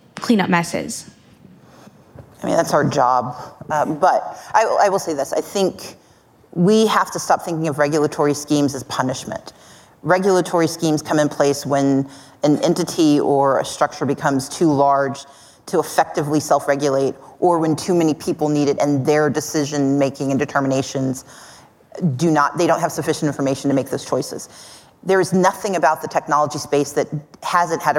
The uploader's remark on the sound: Live at Code 2019